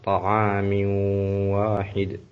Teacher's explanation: في طعام واحد إدغام ناقص مع الغنة قبل الواو